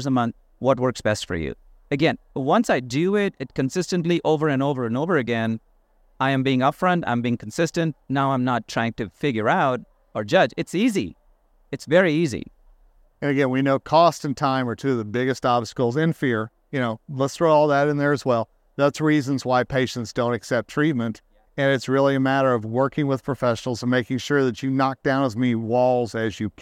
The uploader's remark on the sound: In this episode recorded at SmileCon in Orlando, Fla.